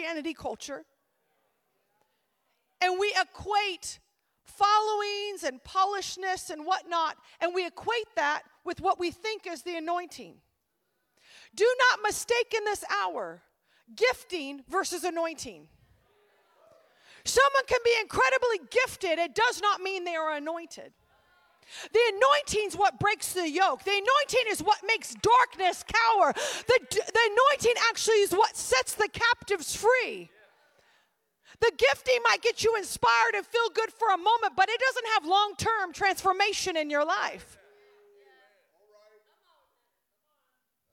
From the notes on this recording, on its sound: at the 2023 EQUIP Conference on April 21, 2023 at 7:30pm